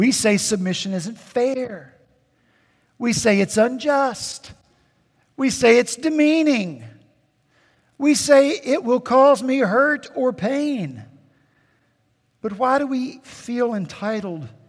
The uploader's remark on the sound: At Redeemer Presbyterian Church in Charleston, SC, our senior pastor was back in the pulpit